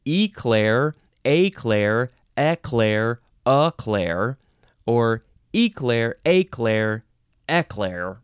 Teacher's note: The differences are you can either emphasize the first syllable or the second syllable, and then you can pronounce the first vowel different ways